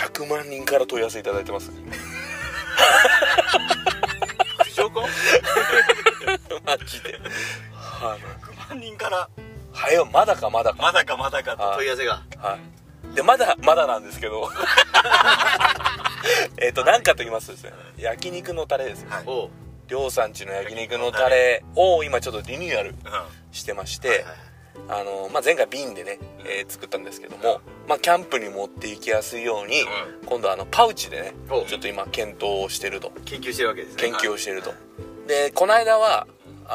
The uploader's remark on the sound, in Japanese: 福岡県岡垣町にあるジビエ料理屋べんけいに行く車の中です。金曜日の焚火会3人で収録です。